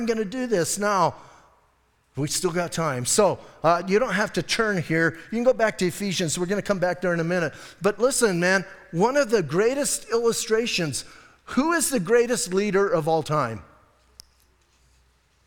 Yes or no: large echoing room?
yes